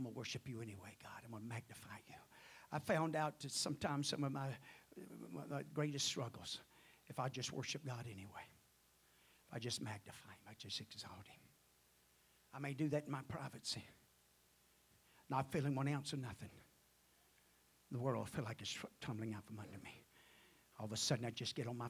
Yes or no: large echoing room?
yes